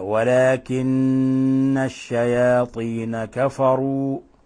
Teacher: فلا بد من الضغط على النون، ولا بد من إعطائها غن مقدارها حركتين · Term: حرف غن مشدد